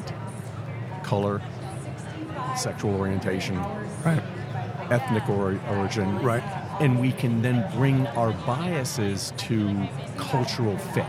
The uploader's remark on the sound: live from the Greenhouse booth at HR Tech in Vegas